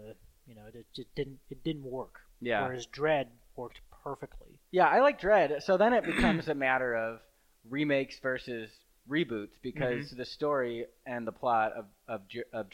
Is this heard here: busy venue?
no